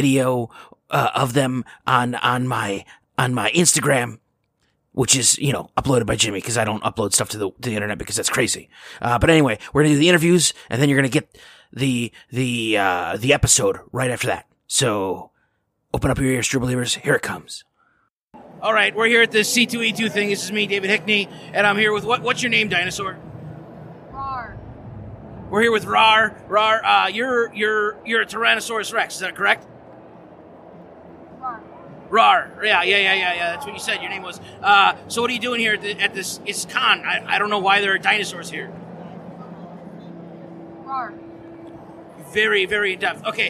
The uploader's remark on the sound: Live From C2E2. Our annual pilgrimage to C2E2 in Chicago led to some surprising moments. Live from the floor at Podcast Central.